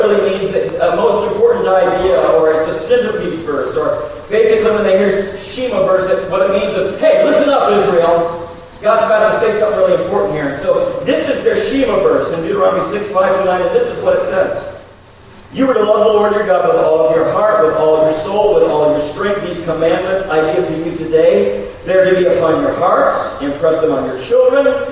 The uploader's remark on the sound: We apologize for the audio issues we have been having.